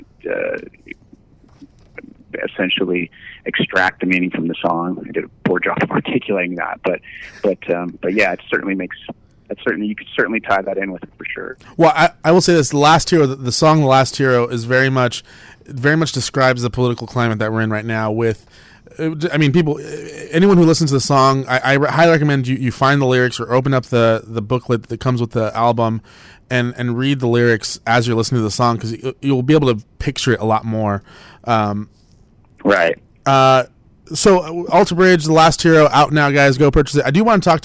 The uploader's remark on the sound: called into On Air